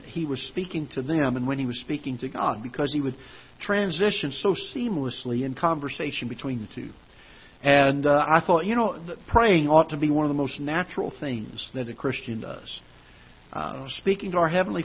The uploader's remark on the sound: Ketha Heights Baptist Church ~ Live Broadcast